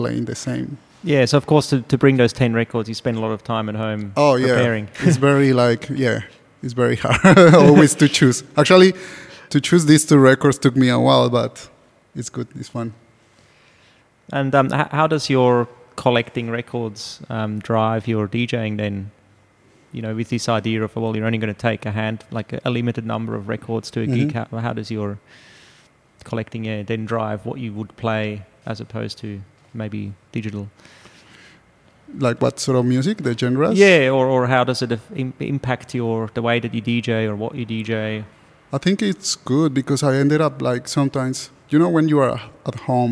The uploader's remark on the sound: Live conversation in the gallery.